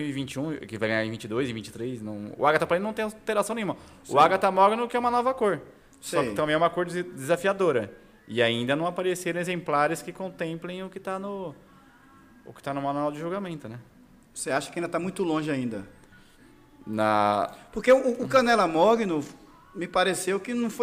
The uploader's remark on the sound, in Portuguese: Todos os episódios foram gravados durante o 70ª Campeonato Brasileiro de Ornitologia, no Centro de Eventos da FOB, em Itatiba, SP, em julho de 2022.